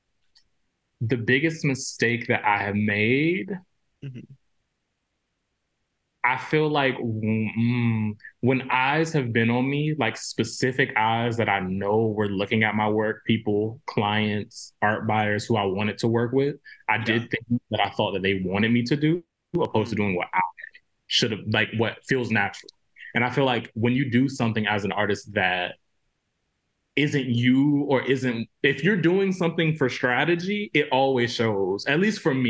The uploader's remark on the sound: Recorded virtually between TX & CT.